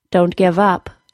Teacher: the word up will usually become stressed word in the sentence